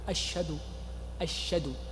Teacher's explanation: النوع الثاني من اللحون اللحون بالنقص، والنقص قد يكون نقصا لحرف، مثل ما يسمع من بعض المؤذنين الذين لا يحسن الأذان عندما يريد الشهادة يقول أشهد أشهد لا يأتي بالهاء، وهذا خطأ